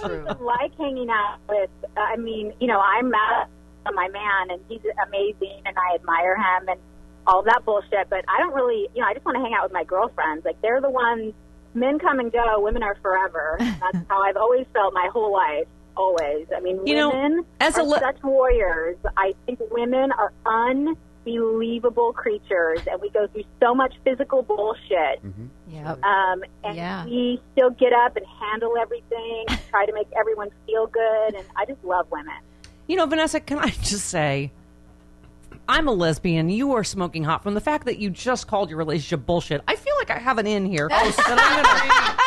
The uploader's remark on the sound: (in studio). (by phone).